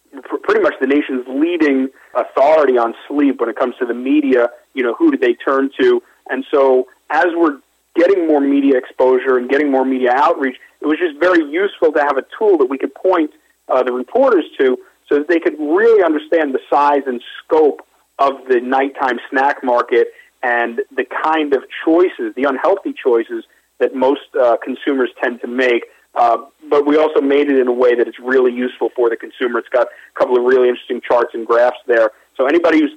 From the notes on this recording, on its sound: called in to SmallCapVoice.